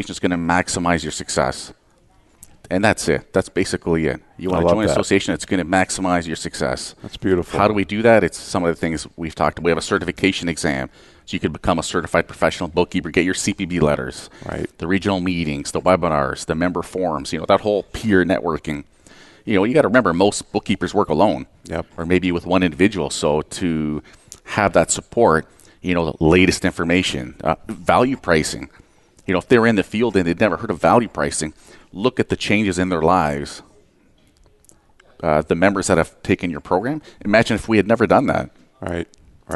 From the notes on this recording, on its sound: Live Broadcast at the The IPBC IGNITE Conference.